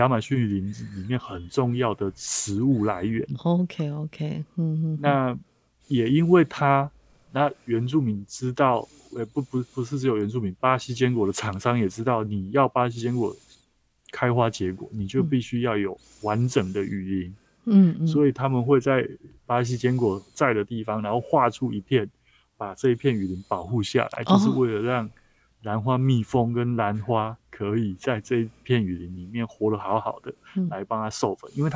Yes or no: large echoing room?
no